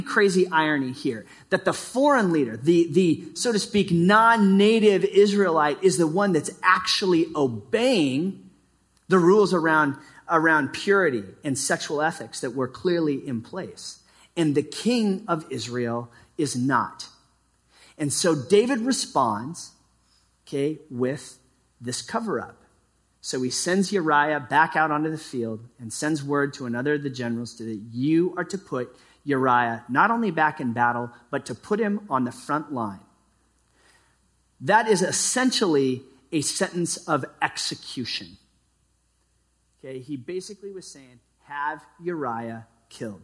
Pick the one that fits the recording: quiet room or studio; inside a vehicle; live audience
live audience